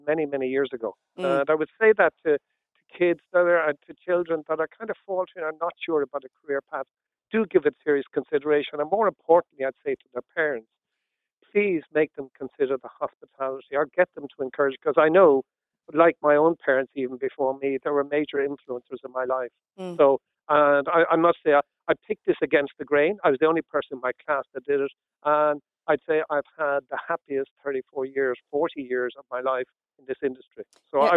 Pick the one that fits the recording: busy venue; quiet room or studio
busy venue